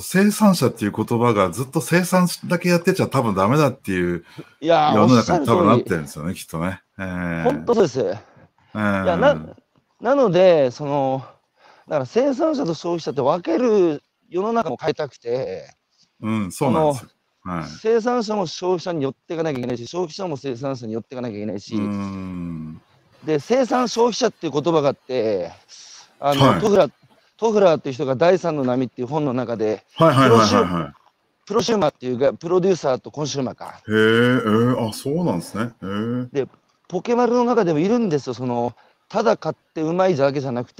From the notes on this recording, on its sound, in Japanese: 歩くラジオ。歩きながら1時間、対談する。